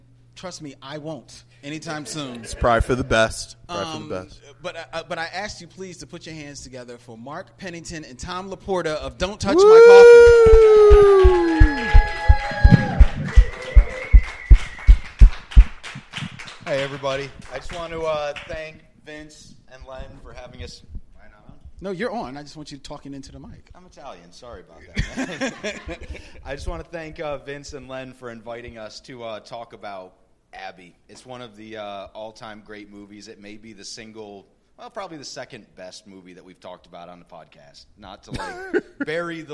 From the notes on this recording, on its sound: The Men enjoy their first live event, a night of food, fun and film.